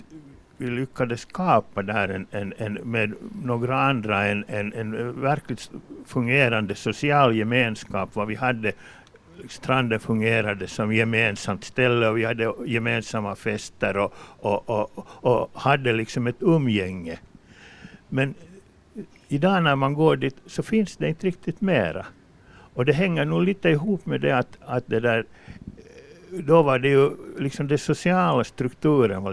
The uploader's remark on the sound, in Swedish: Sändningen sänds live från Östra hamnen i Hangö. Publik är välkommen.